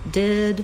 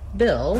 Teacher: We have the vowel I, which is a lax high front vowel. Basically, that's the same vowel sound that's in did.